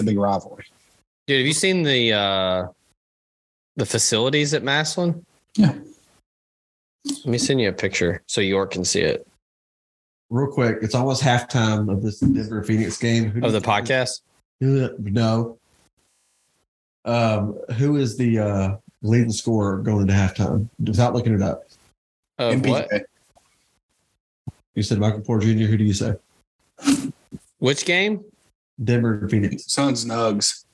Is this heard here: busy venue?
no